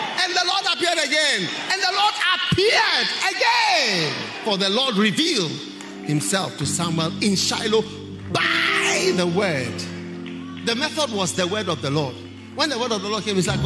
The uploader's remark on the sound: Preached at the Qodesh